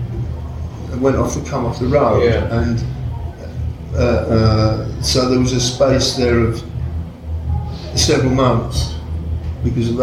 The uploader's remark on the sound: The interview wasn’t recorded for broadcast so its backstage, rough-and-ready aesthetic is by accident not design.